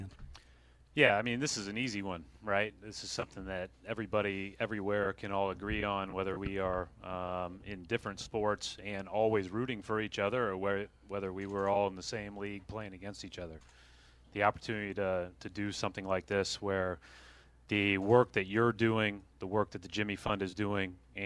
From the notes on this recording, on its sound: As part of the WEEI/NESN Jimmy Fund Radio Telethon. Live at Fenway Park.